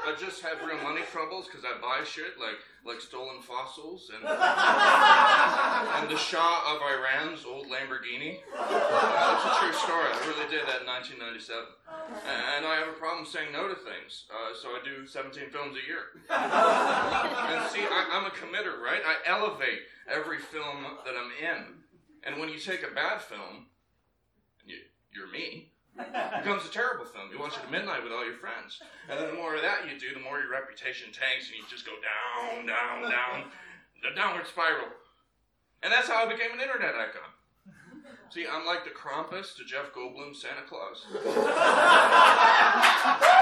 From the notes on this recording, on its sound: The Skewer at Lit Crawl 2018. The best of Chicago's live lit scene.